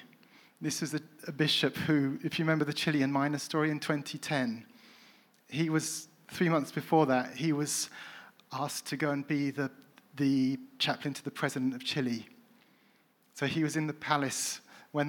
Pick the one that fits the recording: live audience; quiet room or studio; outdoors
live audience